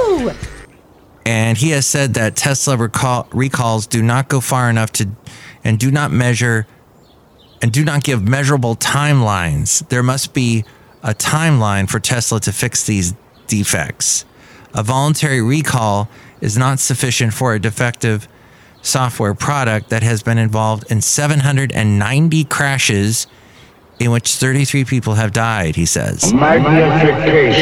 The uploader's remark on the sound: podcasts live from Café Anyway